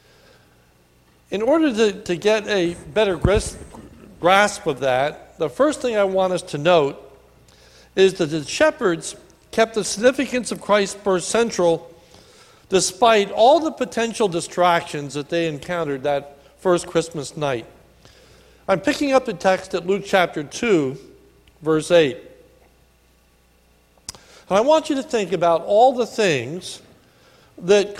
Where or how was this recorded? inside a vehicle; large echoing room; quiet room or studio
large echoing room